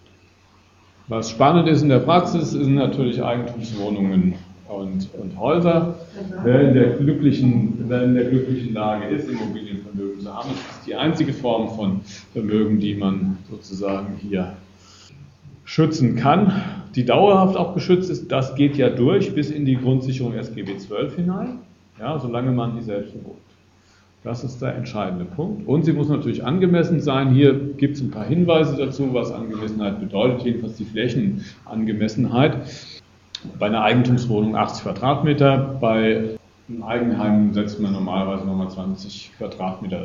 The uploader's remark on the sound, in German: Gekürzter Mitschnitt eines Vortrags. In Darmstadt.